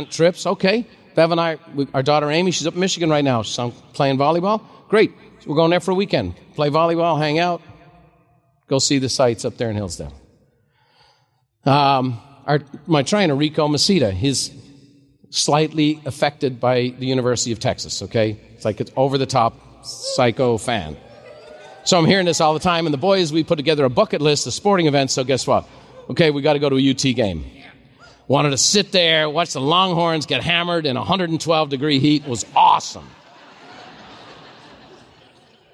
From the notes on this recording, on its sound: a special live recording